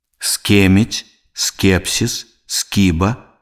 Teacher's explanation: Свісцячы зычны с перад мяккімі зычнымі к, ф, х вымаўляецца цвёрда.